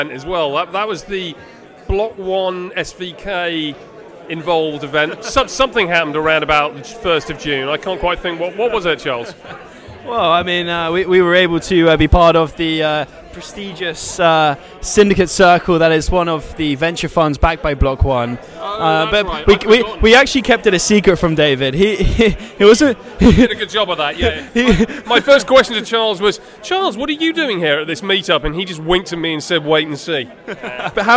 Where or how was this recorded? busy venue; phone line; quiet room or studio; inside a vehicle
busy venue